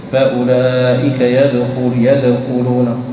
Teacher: تقرأ الدال هذه تميلها إلى الفتح · Term: القلقلة